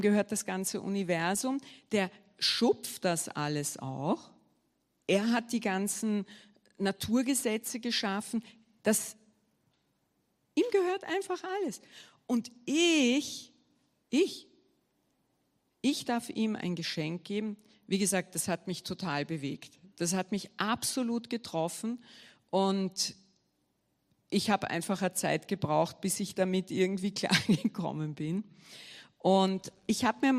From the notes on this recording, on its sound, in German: Gottesdienst live aus der LIFE Church Wien